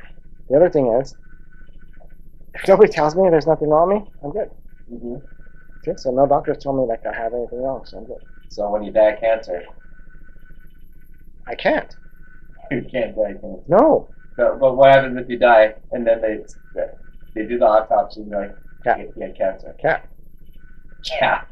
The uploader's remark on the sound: Sorry for the Audio.